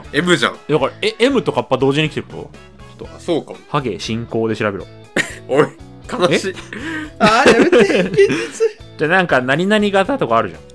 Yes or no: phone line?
no